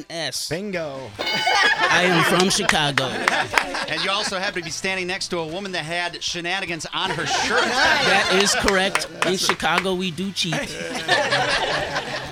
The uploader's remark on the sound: with a live studio audience